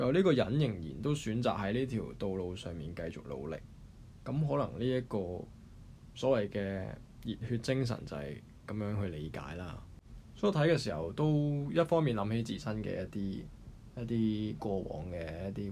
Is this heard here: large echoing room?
no